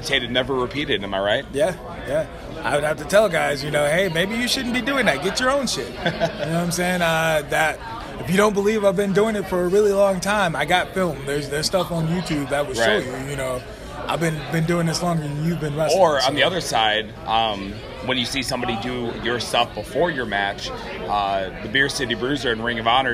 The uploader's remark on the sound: a journey across the Midwest in the car